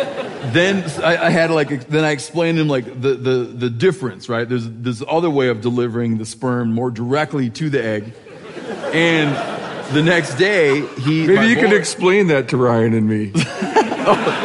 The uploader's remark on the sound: Live from Bozeman